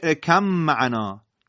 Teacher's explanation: در طریقه شاطبیه ادغام ارکب معنا آمده، یعنی باید خونده بشه ارکم معنا